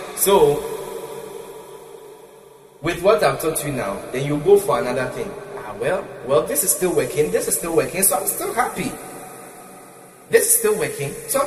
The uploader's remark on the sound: Preached at the CIAJ Conference 2023 at the Love Arena, Accra